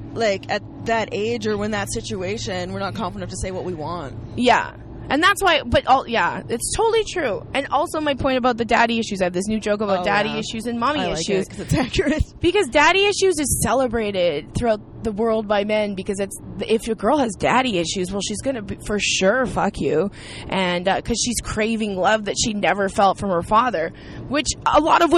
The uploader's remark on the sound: on a car ride from Moncton to the Halifax airport